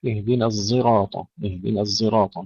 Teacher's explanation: كلمة الصراط في الموضع الأول هنا اهدنا الصراط قرأها حمزة بالإشمام، إشمام الصاد صوت الزاي، حيث تصبح اهدنا الصراط، اهدنا الصراط كما نلفظ حرف الظاء